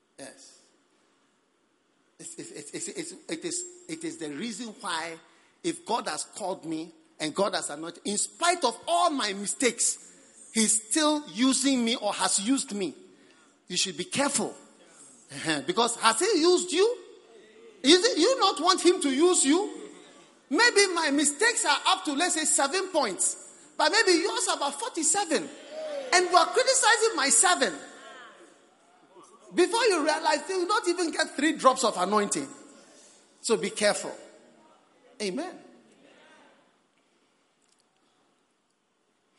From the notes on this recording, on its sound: Preached at the Prophetic Encounter Service.